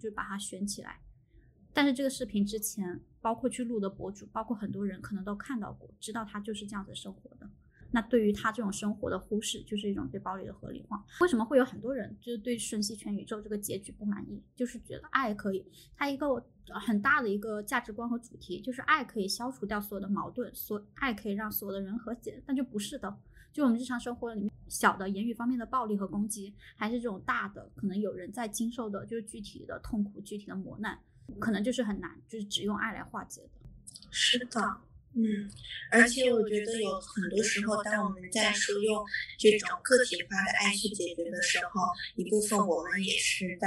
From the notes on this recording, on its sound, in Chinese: 由于录制原因，此次音频质量不佳，下次会做得更好，请见谅。